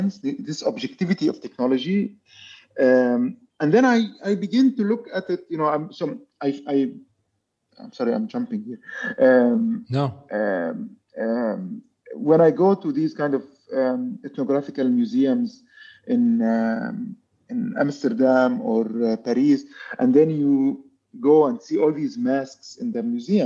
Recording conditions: video call